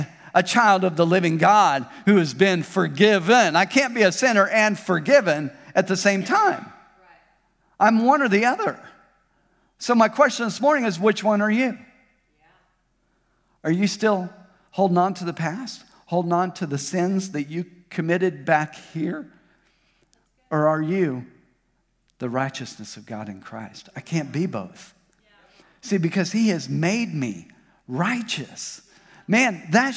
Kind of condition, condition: setting, large echoing room